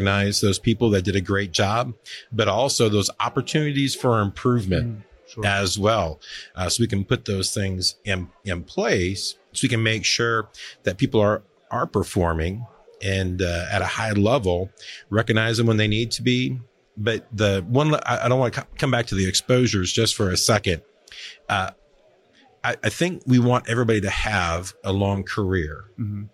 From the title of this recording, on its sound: Live at FDIC